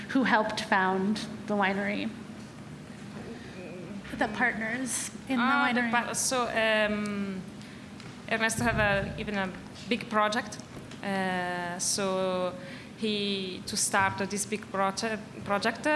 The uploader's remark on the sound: RAW WINE NY 2019. This talk was recorded by Heritage Radio Network as a part of RAW Wine NYC 2019's Speakers' Corner.